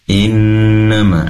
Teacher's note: dengungnya perlu ditambah kembali durasinya lebih lama lagi ya. Innama tadi terlalu pendek, kurang dari itu. · Term: gunnah